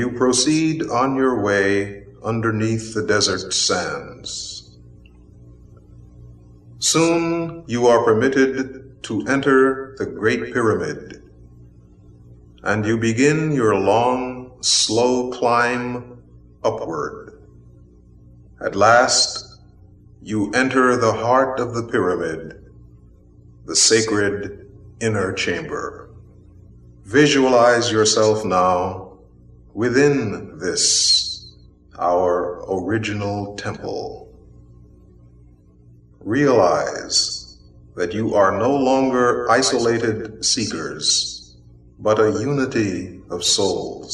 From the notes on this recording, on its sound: From the inner chamber of the Great Pyramid in Egypt. In the Great Pyramid in 1972.